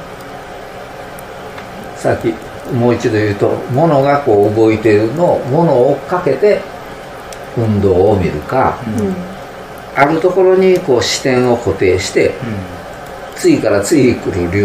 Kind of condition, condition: fault, sounds in the background